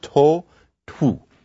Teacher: Both of them are with the rounded kind of kissy mouth